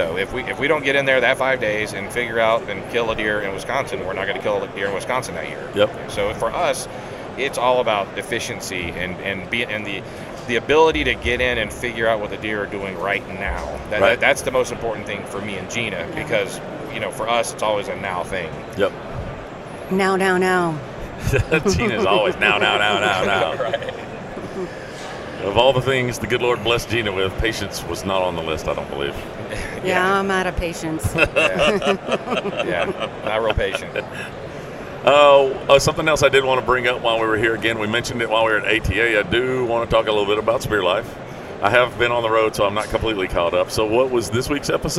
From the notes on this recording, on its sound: at SHOT Show 2020 during the Browning Trail Cameras takeover of The Break Podcast